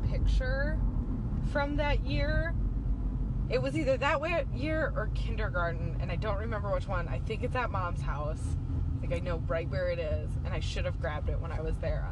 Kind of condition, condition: setting, inside a vehicle